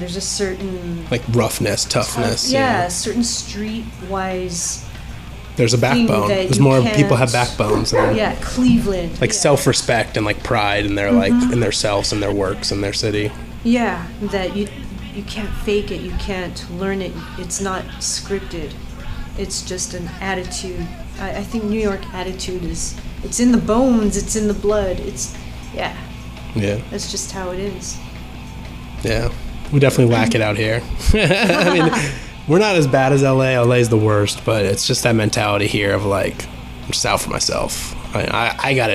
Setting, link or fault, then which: fault, sounds in the background